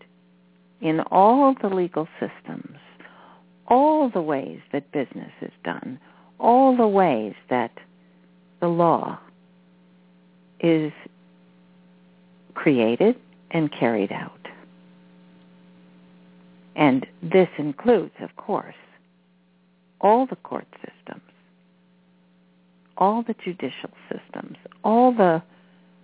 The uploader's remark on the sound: She will do a channeling session live so that callers can hear from our Teachers and Guides, and call in and speak with the Ascended Masters. This radio show. Personal responses to callers during the special call-in segment.